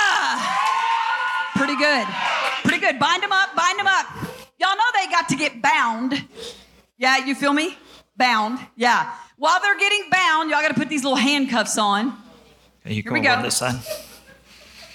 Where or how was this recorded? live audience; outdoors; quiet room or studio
live audience